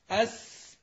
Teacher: يعني أنت لو تقول أس هذه في رخاوة فبيمتد معك الصوت شوية، عشان يطول معاك لازم كل شوية كأنك بتنفخ منفاخ، كل شوية تضغط هواء عشان يطول معاك الصوت.